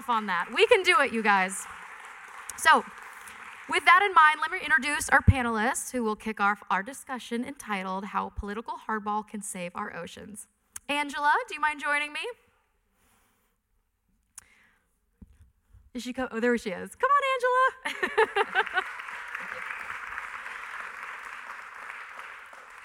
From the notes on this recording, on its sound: At a recent panel discussion in Los Angeles hosted by the Environmental Media Association, experts in ocean policy, advocacy, and grassroots organizing addressed how political hardball can save our oceans and coasts.